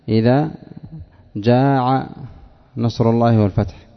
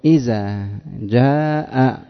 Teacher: وأهل تهامة الهمزة يقلبونها عينا · Shown in: first take